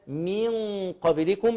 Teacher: تحقق كسر الميم مع ترقيقها ثم بعد ذلك النون الساكنة مع القاف يكون إخفاء حقيقي مفخم